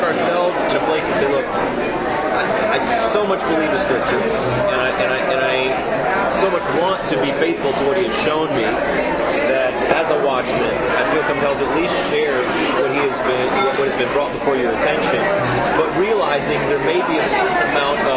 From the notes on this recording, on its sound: Recorded in a Cracker Barrel restaurant.